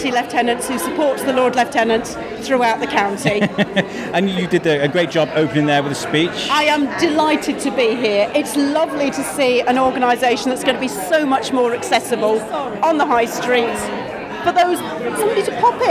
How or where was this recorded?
busy venue